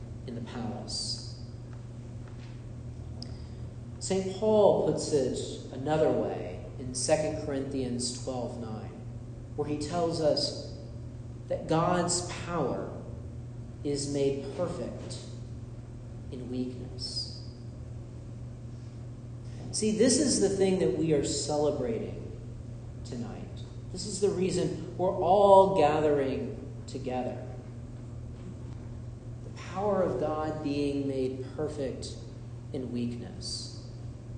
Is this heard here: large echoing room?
yes